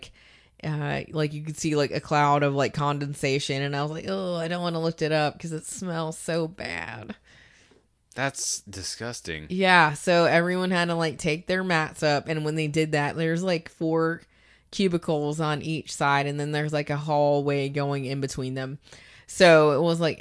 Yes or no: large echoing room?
no